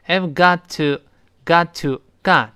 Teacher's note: 那个 t 碰到了后面 to 前面的辅音，失去爆破了